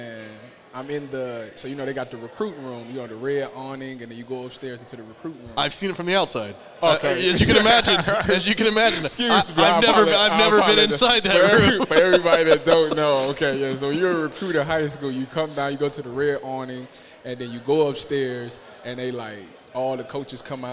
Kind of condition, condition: setting, busy venue